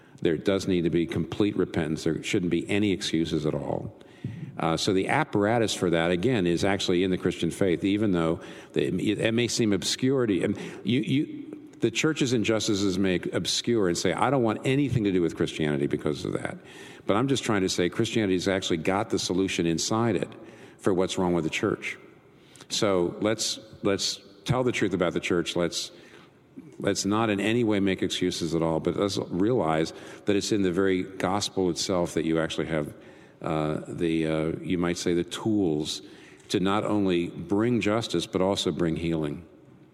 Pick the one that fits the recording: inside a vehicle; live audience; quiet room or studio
live audience